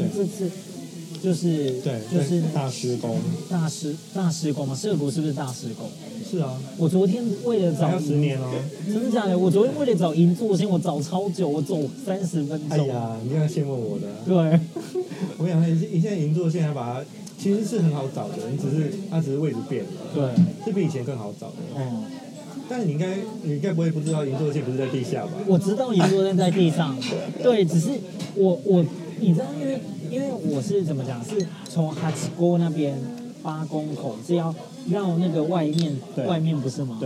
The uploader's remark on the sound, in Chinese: 東京居酒屋夜談。本集節目在居酒屋內錄音，環境吵雜。這一集節目在有樂町和新橋之間的高架橋下居酒屋，邊吃邊聊收音。環境音依然有點吵雜，敬請多多包涵！